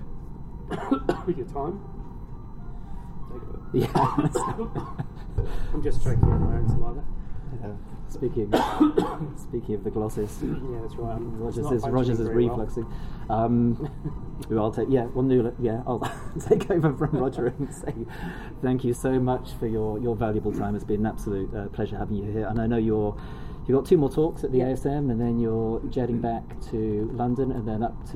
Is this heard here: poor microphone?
yes